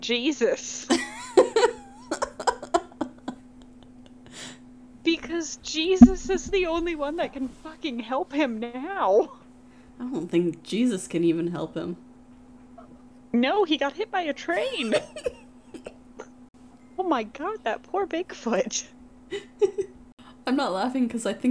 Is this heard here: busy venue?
no